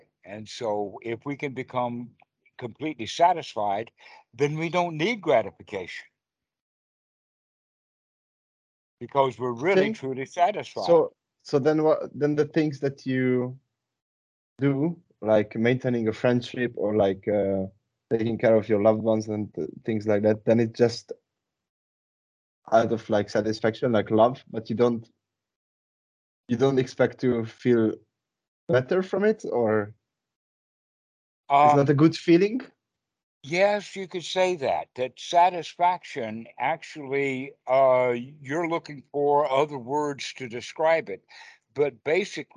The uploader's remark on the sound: skype calls on this channel